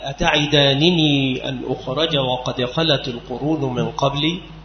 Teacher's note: هي نون تتوسط بين ياء المتكلم والفعل لتقي الفعل من الكسر، في قوله تعالى أتعدانني أن أخرج وقد خلت القرون من قبلي، فبقاء النونين على أصلهما وينطق بهما معا